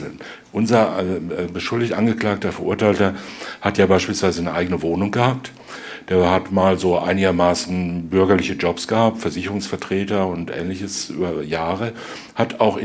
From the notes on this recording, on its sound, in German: True Crime LIVE. Diese Folge des SWR2 True-Crime-Podcasts „Sprechen wir über Mord?!“ wurde live bei den Stuttgarter Kriminächten 2021 auf dem Stuttgarter Fernsehturm aufgezeichnet. Der anschließenden Publikumsdiskussion.